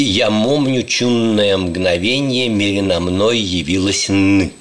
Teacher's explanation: мы предлагаем фонетическую замену в современной речи взрывных «п» и «б» на сонорную «м».